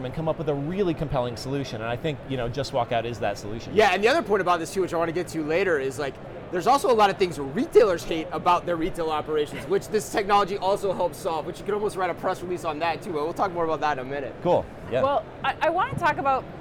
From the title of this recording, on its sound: Live From NRF 2024